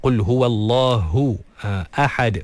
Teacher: Jadi kita tebalkan Allah. Jadi jangan guna bibir. Ada orang guna bibir. · Term: Lam yang tebal